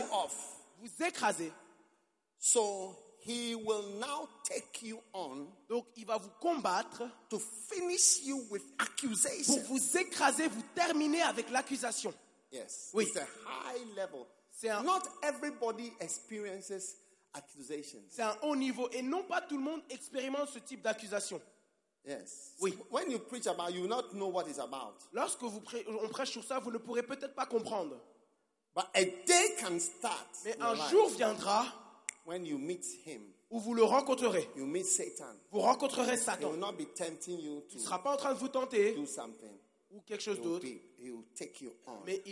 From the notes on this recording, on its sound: Preached at the Give Thyself Wholly pastors' conference in Mampong - Ghana 6th - 9th of Aug 2019